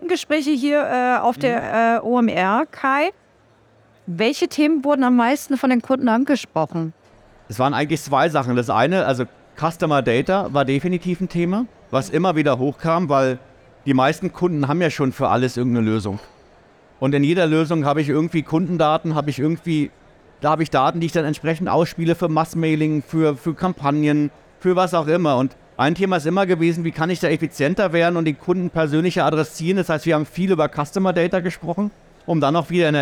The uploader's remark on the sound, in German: OMR 2023. Live vom SAP Stand in Halle 4.